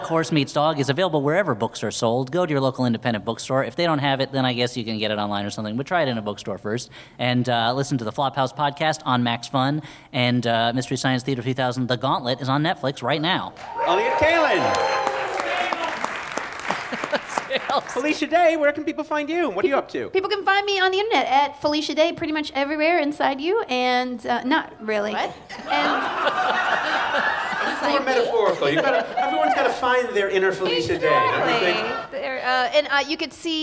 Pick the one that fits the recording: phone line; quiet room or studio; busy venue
busy venue